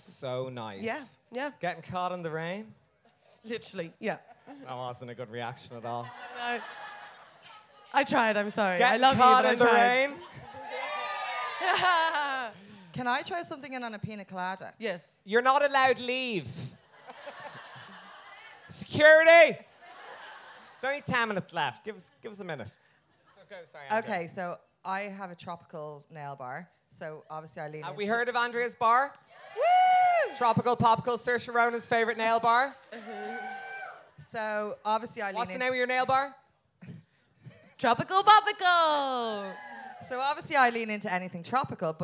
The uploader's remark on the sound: Recorded in front of a live audience at All Together Now 2022.